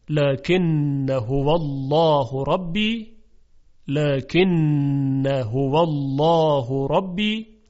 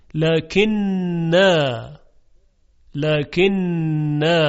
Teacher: حالا گفتن که این اصلش بوده لکن انا، الف حذف شده یا همزه حذف شده، نون در نون ادغام شده، لکن نه. حالا در حالت وصل ما الف رو نمیخونیم